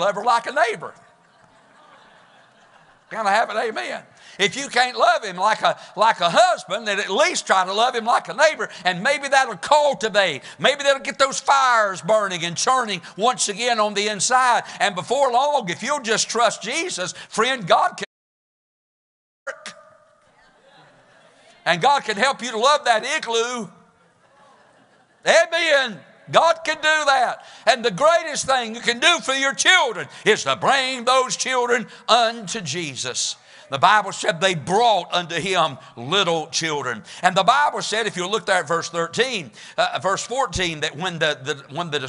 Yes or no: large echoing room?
yes